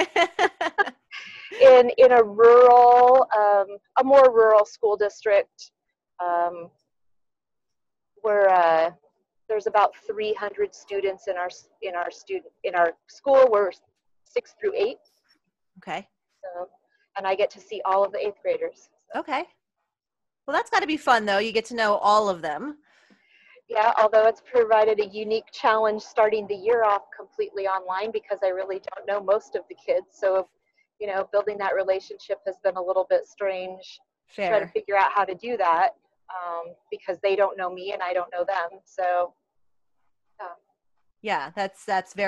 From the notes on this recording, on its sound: She and her family had decided that since they were all working remotely to take a little road trip. Talk to her as they were traveling but we do get to hear a little bit of her trip in the background.